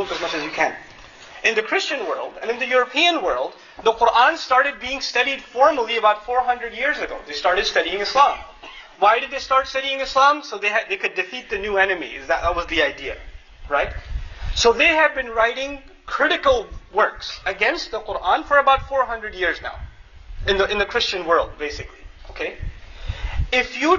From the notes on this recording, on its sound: Khutbah courtesy of Qabeelat Wedad and Masjid Annur in Sacramento, CA. Khutbah delivered on September 18, 2009 in Sacramento.